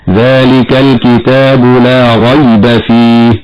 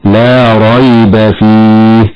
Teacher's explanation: والياء هنا ساكنة أتت بعد فتح فهي حرف لين يمد مدا طبيعيا حالة الوصل وهي مخففة · Shown in: second take · ومن الخطأ تشديد هذه الياء، فالبعض يقرأ خطأ بتشديدها هكذا ذلك الكتاب لا ريب فيه، هكذا خطأ مرة أخرى لا ريب فيه.